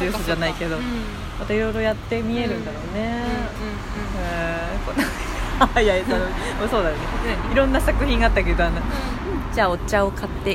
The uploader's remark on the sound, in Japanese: クリエイターさんの作品や商品がカオスに並んでる。タックメイトさんをぐるりしてお店の前で収録してますよん。岐阜 #愛知県岡崎市。